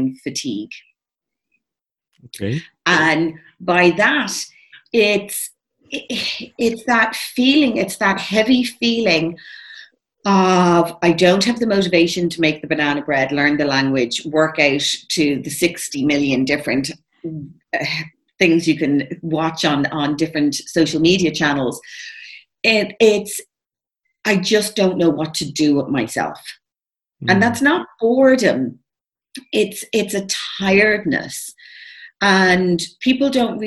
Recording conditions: video call